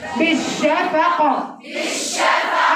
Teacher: عايزه القلقله بتاعت الشفق دي تقرع اذني